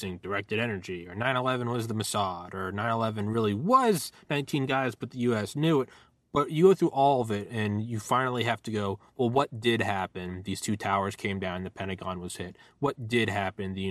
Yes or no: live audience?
no